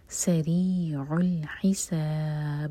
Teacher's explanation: با پر رکیں گے تو با کو ساکن کریں گے تو با پر قلقلہ ہوگا